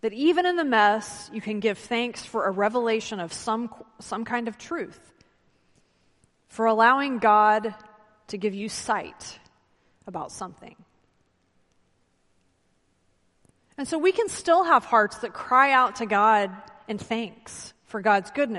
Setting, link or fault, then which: setting, large echoing room